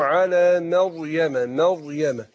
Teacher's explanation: الراء مفخمة عشان ساكنة وما قبلها مفتوح